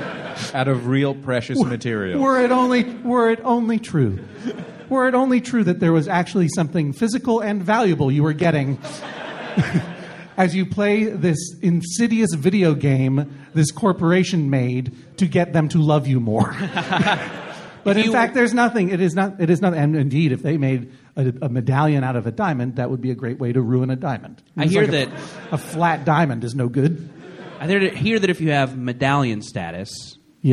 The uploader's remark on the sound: Live at SF Sketchfest. Live on stage at the Eureka Theatre as part of the 2016 SF Sketchfest.